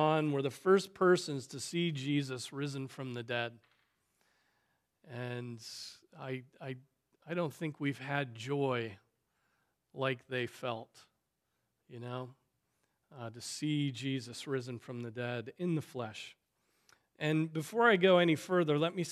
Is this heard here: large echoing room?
yes